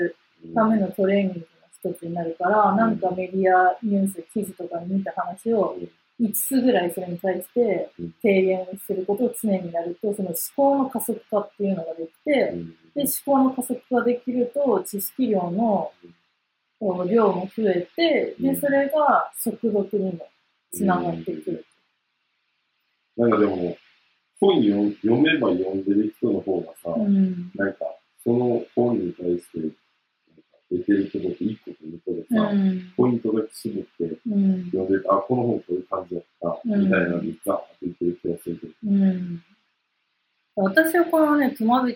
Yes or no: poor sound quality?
yes